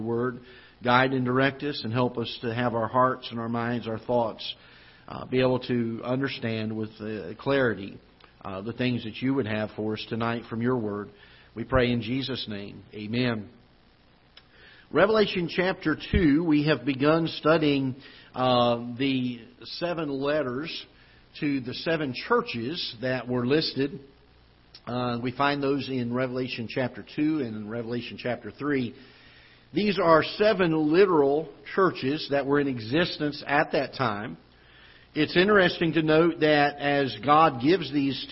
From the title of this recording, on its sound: Ketha Heights Baptist Church ~ Live Broadcast